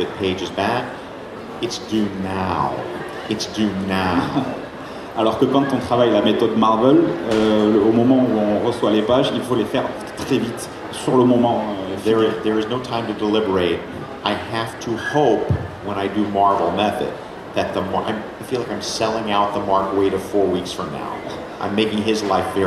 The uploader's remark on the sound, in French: Seconde conférence du dimanche du TGS 2017. Conférence TGS 2017 : Atelier d'écriture.